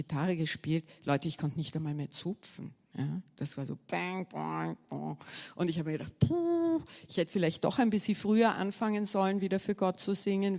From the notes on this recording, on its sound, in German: Gottesdienst live aus der LIFE Church Wien